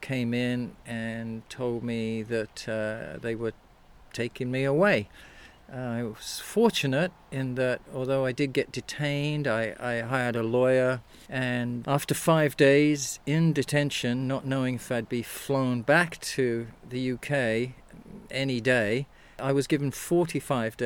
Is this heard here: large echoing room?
no